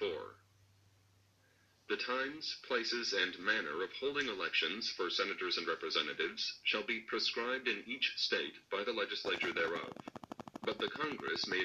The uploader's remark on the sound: I am sorry for the sound quality, first episode I guess.